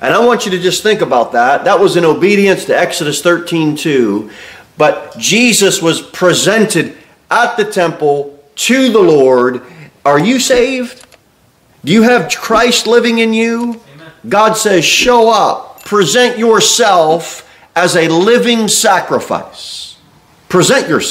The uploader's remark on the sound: Sermon delivered at Pilgrim Baptist Church